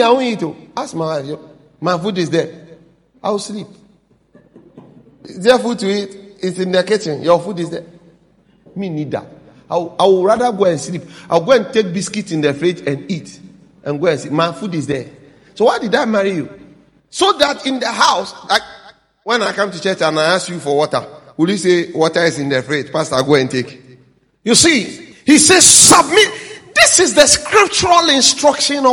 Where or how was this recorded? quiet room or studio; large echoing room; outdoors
large echoing room